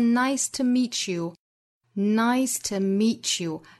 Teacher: 也完全可以说 Nice to meet you 也就是把 t 的音给憋掉